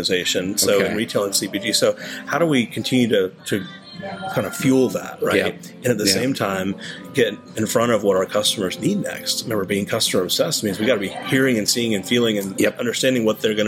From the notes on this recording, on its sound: This episode was recorded in Barcelona Spain at the 2023 Shoptalk Europe Conference.